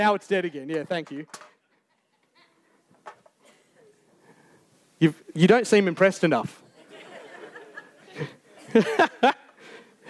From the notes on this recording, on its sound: Recorded Live on 3rd September 2023. Geraldton Baptist Church.